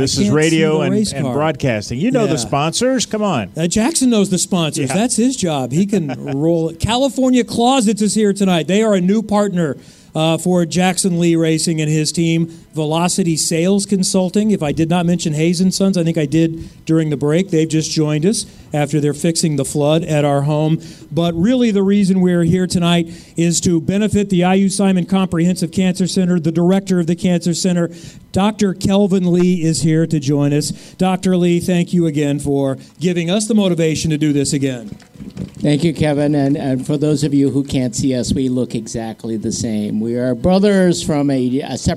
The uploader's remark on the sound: live from the Prime 47 Burger Bash!